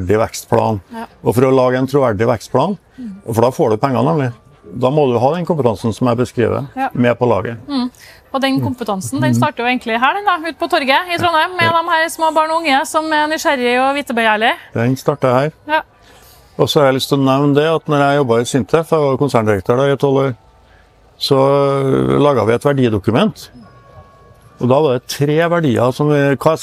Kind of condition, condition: setting, busy venue